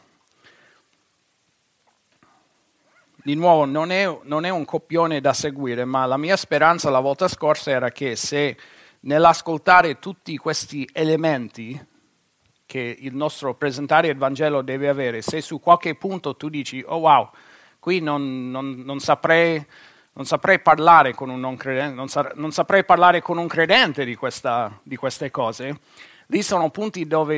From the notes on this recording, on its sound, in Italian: Registrato presso il Centro Evangelico Battista di Perugia. Per motivi tecnici, gli interventi non vengono inclusi nella registrazione.